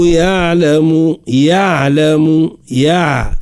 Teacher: نعطيه شوية رخاوة لصوت العين أما من غير مبالغة